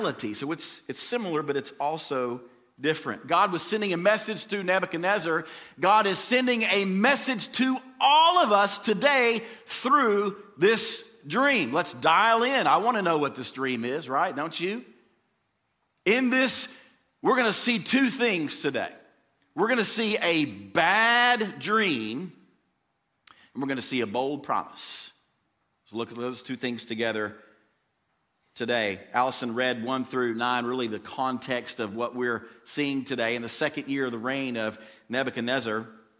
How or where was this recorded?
large echoing room